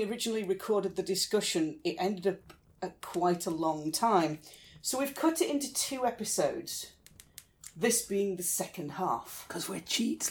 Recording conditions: sounds in the background